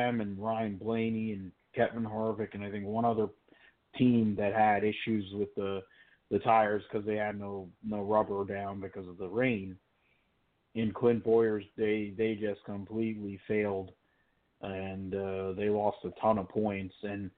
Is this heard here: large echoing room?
no